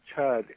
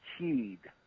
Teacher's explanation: in the southern dialect, I have one Snoqualmie elder recording chud as cheed with an I. · Shown in: second take